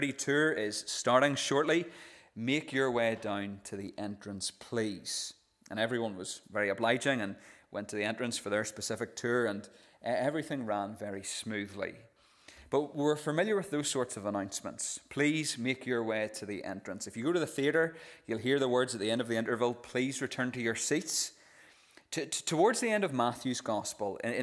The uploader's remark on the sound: This is the recording of the Bible reading and sermon from our evening service on Sunday 2nd July 2023.